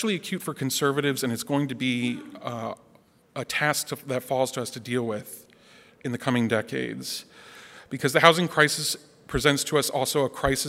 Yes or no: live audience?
yes